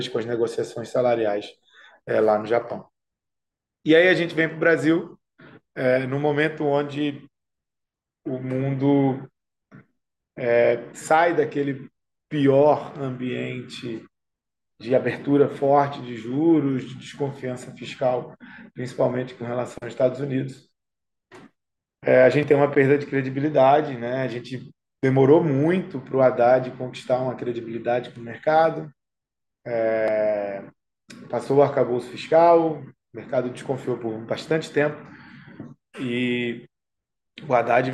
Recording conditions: video call